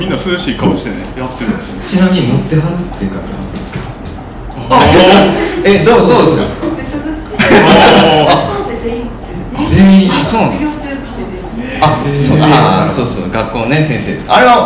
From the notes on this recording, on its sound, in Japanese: 微花』×『つち式』のトークイベント（恵文社一乗寺店）の音声。